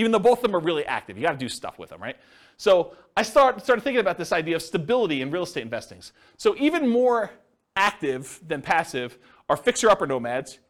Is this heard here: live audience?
yes